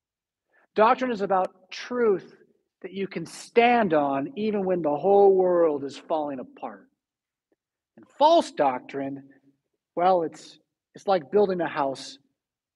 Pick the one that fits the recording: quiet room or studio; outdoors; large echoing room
large echoing room